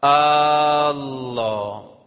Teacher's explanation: اب بعض اوقات ایسا ہوتا ہے کہ اللہ کے الف کو بہت زیادہ کھینچ دیا جاتا ہے، اللہ کے الف کو یعنی اللہ یہ پڑھنا ہے.